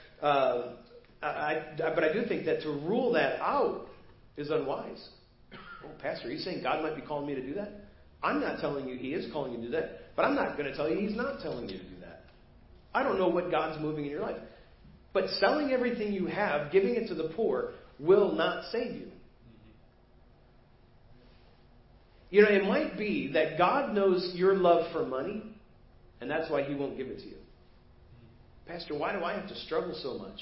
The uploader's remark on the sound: Preached at First Baptist Church of Hazel Park